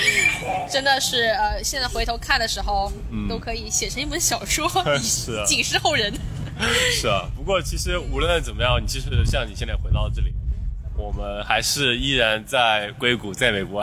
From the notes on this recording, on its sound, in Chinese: 户外录音，稍有杂音，多谢谅解